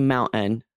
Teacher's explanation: Like I say mountain and I don't say the T at all. · Term: glottal stop